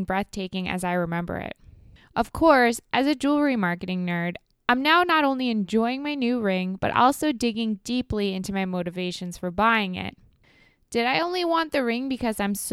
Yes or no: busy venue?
no